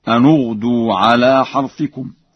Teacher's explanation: قرأها ورش بضم النون